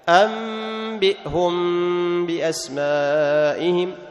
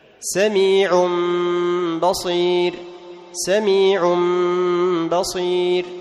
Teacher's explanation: أن، أنبئهم نون، قلبنا النون إلى ميم، ثم أخفينا هذه الميم في الباء مع بقاء الغنة · Term: القلب